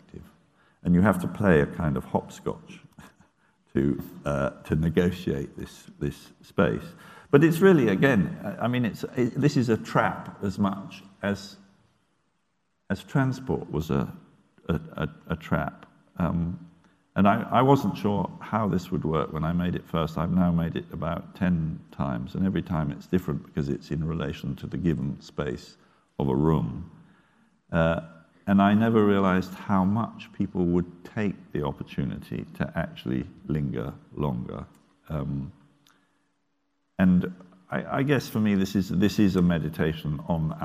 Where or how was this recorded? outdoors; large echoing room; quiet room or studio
large echoing room